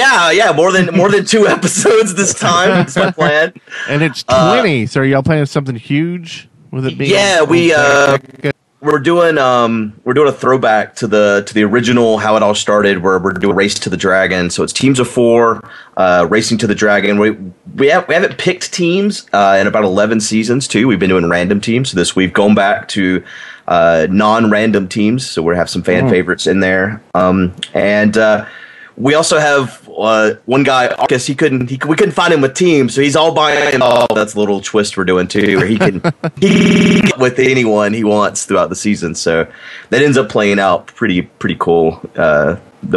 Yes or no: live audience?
no